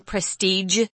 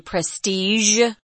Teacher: prestige is sometimes pronounced that way, prestige, with a J sound at the end · Shown in: first take